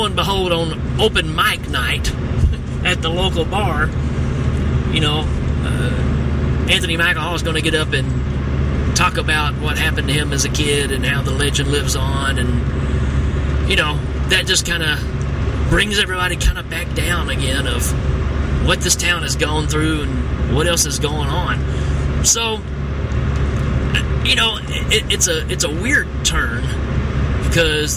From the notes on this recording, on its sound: while driving my car!